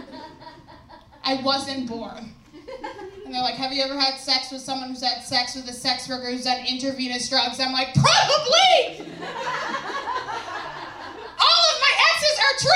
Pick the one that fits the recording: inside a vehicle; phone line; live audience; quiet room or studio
live audience